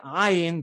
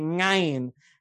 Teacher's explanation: And so in order to be chazan there, I had to learn not to say ayin, but rather to say ngayin, you know, which is the farthest back down the throat that the Western Sephardim could get to say that guttural · Shown in: second take